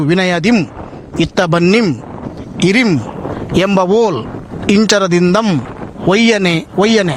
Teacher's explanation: ಮತ್ತೆ ಮತ್ತೆ ಬರುವಂತಹ ಅನುಸ್ವಾರದಿಂದ ತುಂಬಿಗಳ ಝೇಂಕಾರವನ್ನು ಪಂಪ ಮನಮುಟ್ಟುವ ಹಾಗೆ ನಮ್ಮ ಗಮನಕ್ಕೆ ಬರುವ ಹಾಗೆ ಮಾಡ್ತಾನೆ